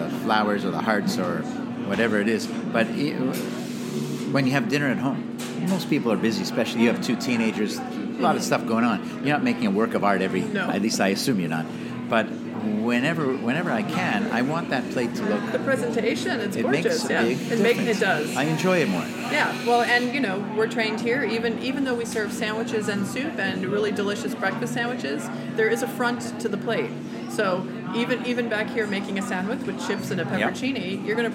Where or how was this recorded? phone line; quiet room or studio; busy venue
busy venue